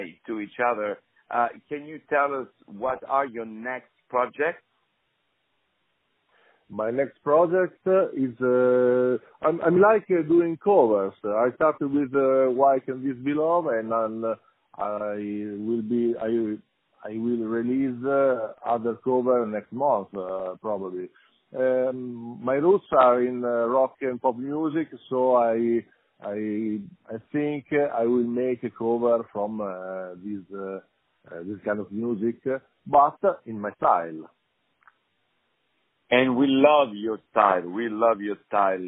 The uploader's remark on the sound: Interview Musixin - On the phone.